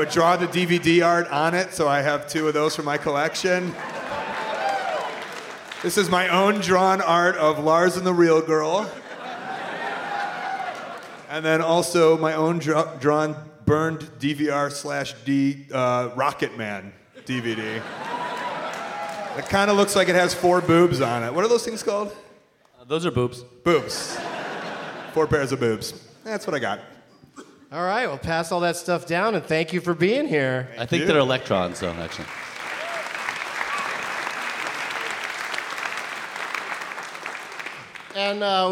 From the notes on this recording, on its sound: Live from the Woman's Club of Minneapolis